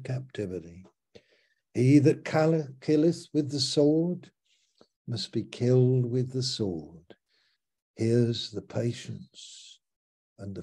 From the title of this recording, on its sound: Malaysia Meets (Zoom)